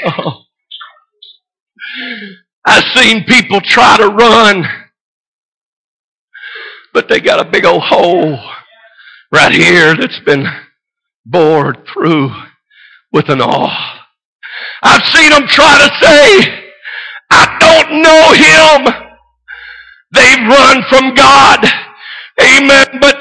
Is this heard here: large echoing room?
yes